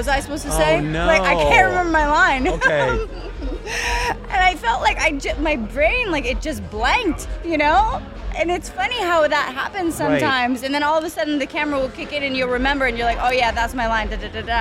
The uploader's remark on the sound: recorded at the Virgin Hotel's Elia Beach Club in Las Vegas